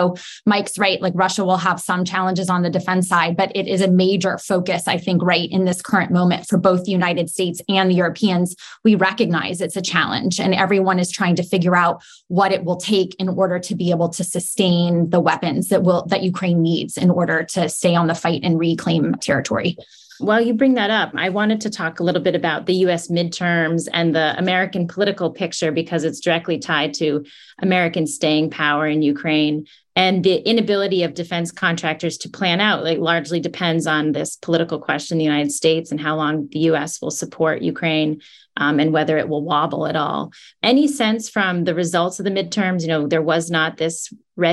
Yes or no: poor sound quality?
no